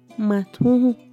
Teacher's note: Para el ñojo decimos matunju, matunju, eh, que es con la M, la A, espacio, TH, la U nasal, la H, la U nasal otra vez, matunju. Matú.